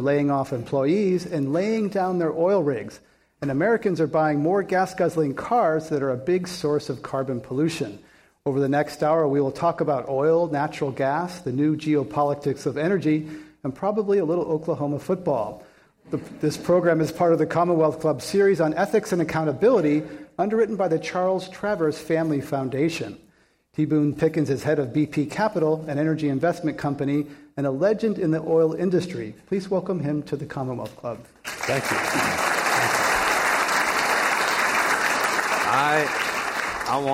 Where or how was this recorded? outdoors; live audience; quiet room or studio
live audience